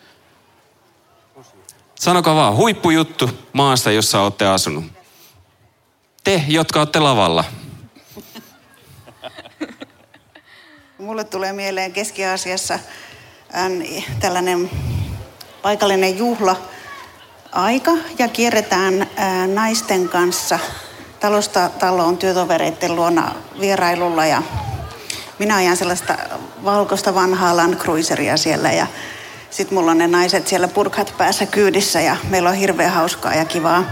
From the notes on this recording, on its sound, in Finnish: Kansanlähetyspäivillä 2023 yleisön edessä äänitetty jakso.